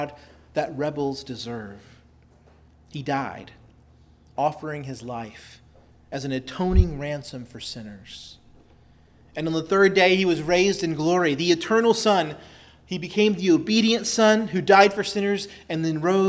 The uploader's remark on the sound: preached at Christ Our Savior Baptist Church